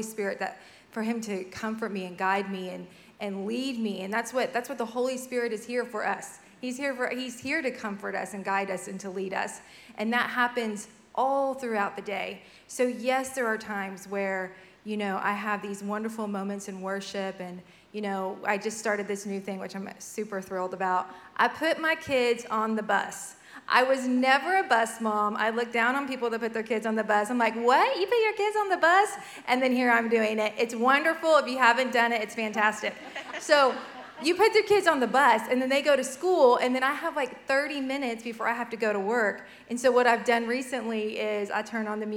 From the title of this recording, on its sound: Live Panel Discussion